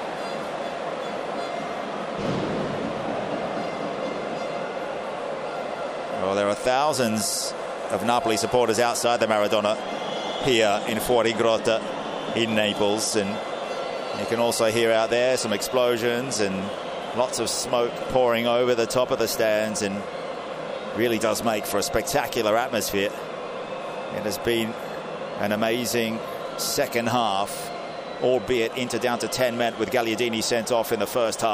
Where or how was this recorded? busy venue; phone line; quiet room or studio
busy venue